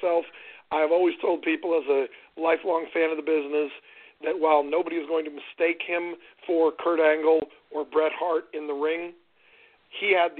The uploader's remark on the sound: we'll be taking your calls live!